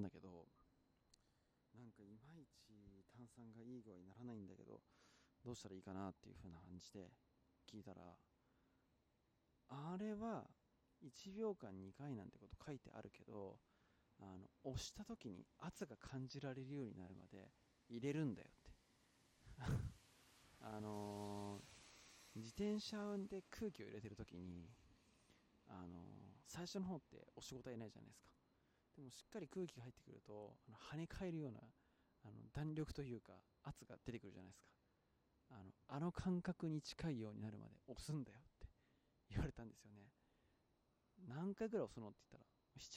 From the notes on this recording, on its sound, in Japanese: 野外収録のためさまざまな騒音が入り込みますのでご注意ください